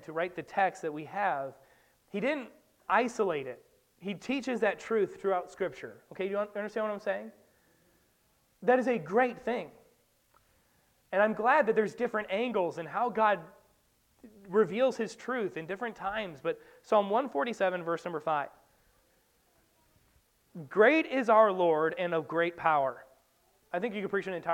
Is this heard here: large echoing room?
yes